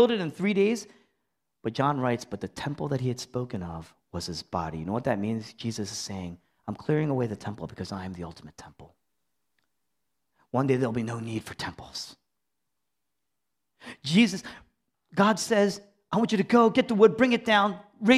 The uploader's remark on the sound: Originally preached in East Falls, Philadelphia on May 7, 2023. Was originally preached in East Falls, Philadelphia.